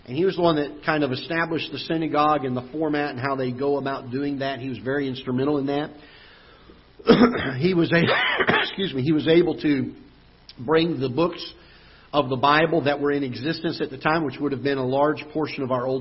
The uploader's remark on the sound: Ketha Heights Baptist Church ~ Live Broadcast